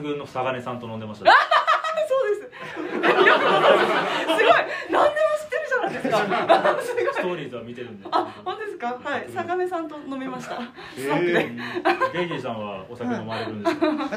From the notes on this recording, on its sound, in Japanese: 都トム船公開収録の回。都会のトムソーヤ企画のいくきゅうラジオ公開収録の回です。お客様の拍手や歓声が出演しています。